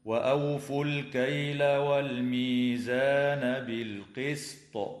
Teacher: يجوز الوقف على كلمة بالقسط من قبيل الوقف الحسن، مع وجوب قلقلة الطاء حال الوقف